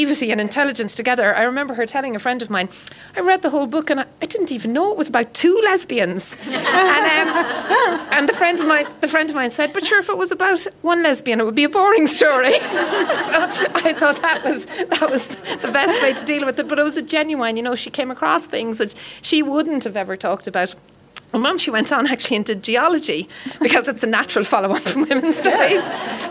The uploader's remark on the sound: This week's podcast was recorded in The Irish Times as part of Culture Night in association with the Herstory movement.